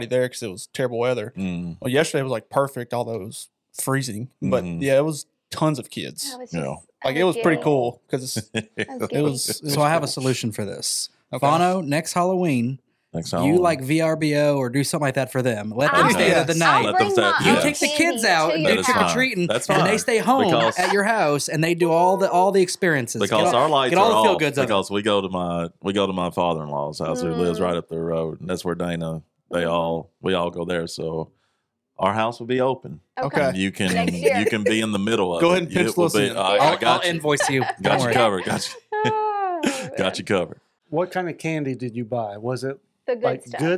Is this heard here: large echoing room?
no